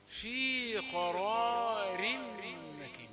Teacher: راء ده راء مفتوحة مفخمة